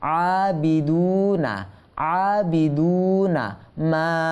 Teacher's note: আ এটা টানতে হবে এক আলিফ, আবিদুনা আবিদুনা মা, আলিফ মাদ্দার পরবর্তী শব্দ শুরুতে হামদা আসছে, সেহেতু এখানে মাদ্দে বলেন মাদ্দে মুনফাসিল হয়েছে।